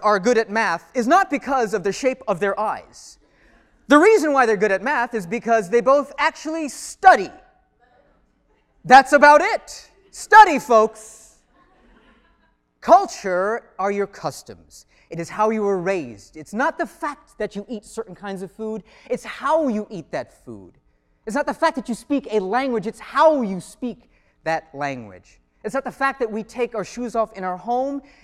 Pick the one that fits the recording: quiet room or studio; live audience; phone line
live audience